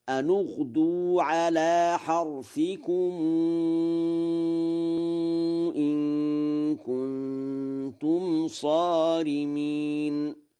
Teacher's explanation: قرأ ورش أن اغدوا بضم النون وصلا اتباعا لضم الحرف الثالث من الكلمة التي تلي هذا الساكن، ولم